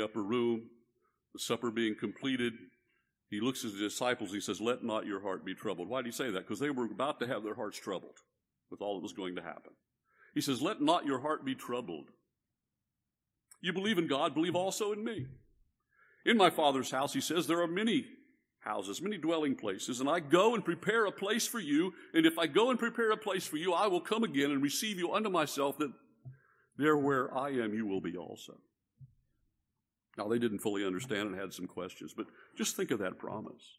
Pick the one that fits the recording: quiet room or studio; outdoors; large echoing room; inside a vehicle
large echoing room